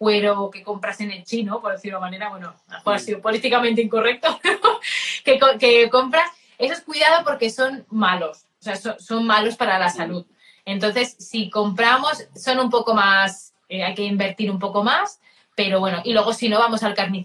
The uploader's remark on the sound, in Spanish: directo de Instagram